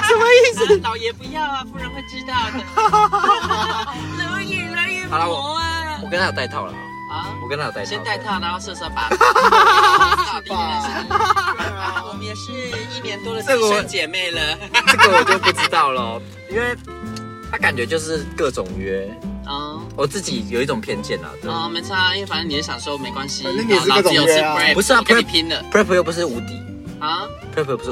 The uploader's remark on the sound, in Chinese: 錄音開車。開車錄音。